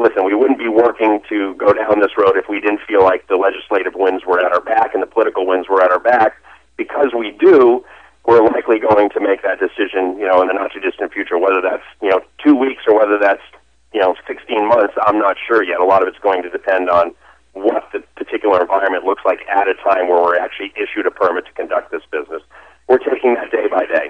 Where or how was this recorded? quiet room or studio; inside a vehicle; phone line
phone line